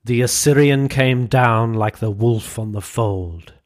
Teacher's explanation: the same two unstressed followed by one stressed syllable pattern, repeating really clearly through it · Term: anapestic meter